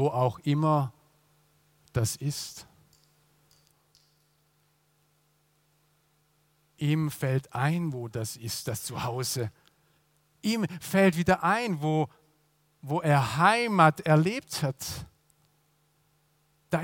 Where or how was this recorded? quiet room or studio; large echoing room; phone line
large echoing room